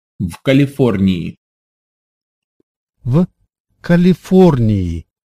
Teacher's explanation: Instead of the expected yeah sound, we just get a long E.